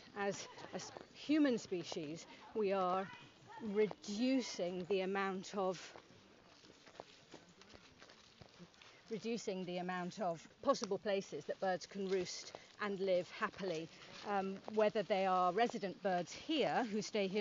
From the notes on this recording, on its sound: A walk is taking place from Dunbar to Glasgow in time for COP26. We joined the walk just after it left the Edinburgh Sculpture Workshop and went with them as far as Granton Castle Walled Garden.